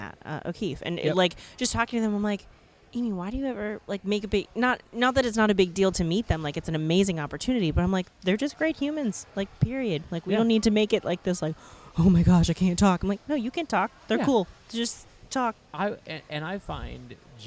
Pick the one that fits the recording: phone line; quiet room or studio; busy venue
busy venue